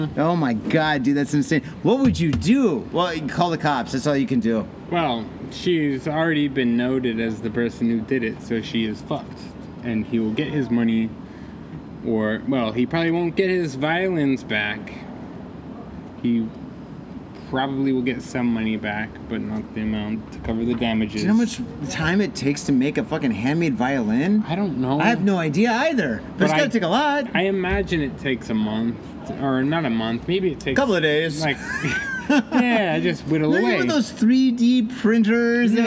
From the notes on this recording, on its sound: hang out in the mean streets of Shibuya and hit up Beer Bar Hironoya where audio hijinks pursue!